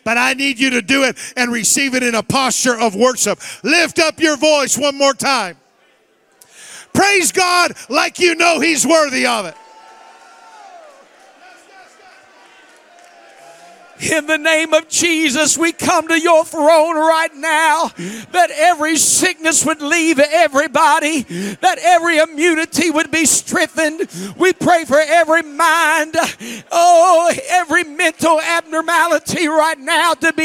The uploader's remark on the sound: Wednesday Evening Revival Service. The Anchor Church of Zanesville, Ohio.